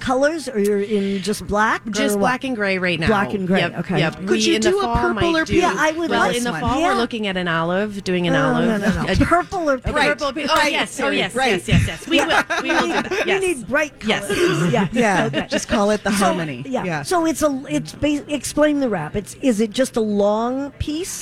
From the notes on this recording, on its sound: Live from the Galleria for PromPossible, a clothing donation drive to help Twin Cities students attend their own proms in high style!